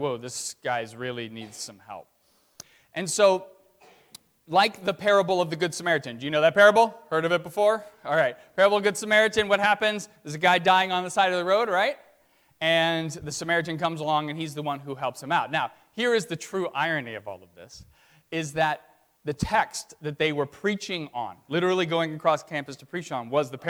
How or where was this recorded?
large echoing room